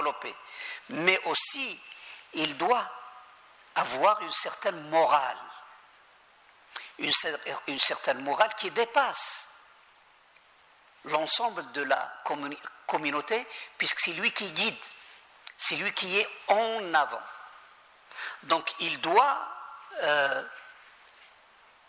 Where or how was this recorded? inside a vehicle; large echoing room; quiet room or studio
large echoing room